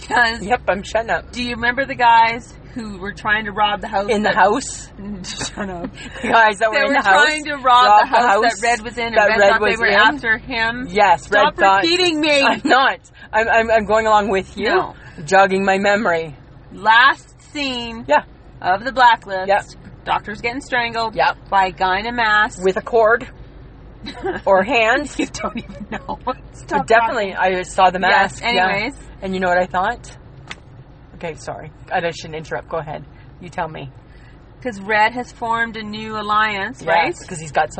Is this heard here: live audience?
no